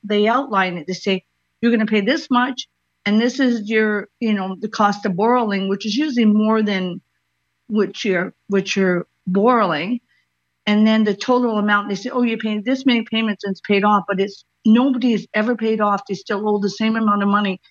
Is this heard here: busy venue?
no